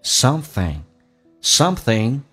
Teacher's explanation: 记住咬舌，舌尖往上只搭一下，而且是后鼻音